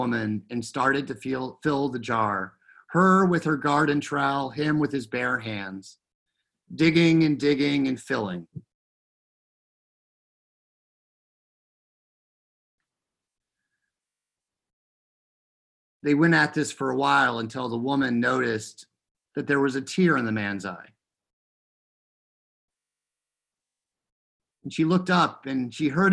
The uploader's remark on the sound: Recorded live in Zoom.us